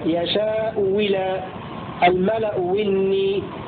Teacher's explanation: الثاني الإبدال واو خالصة هكذا يشاء ولا الملأ إني، ولذلك قال وعن أكثر القراء تبدل واوها.